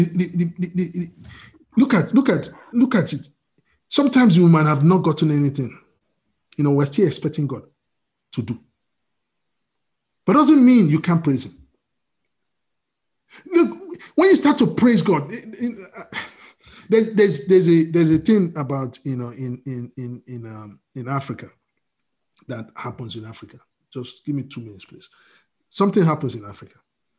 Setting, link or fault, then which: link, video call